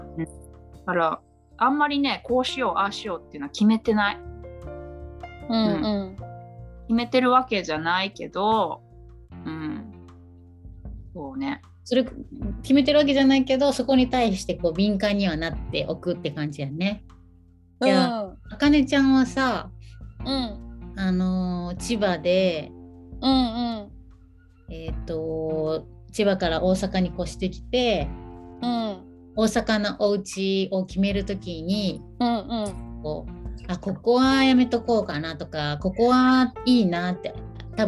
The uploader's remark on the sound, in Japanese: 3人でリモート収録でお届けします。